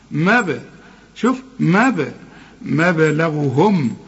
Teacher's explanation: أدي الباء جت لنا عليها سكون لازم نقلقل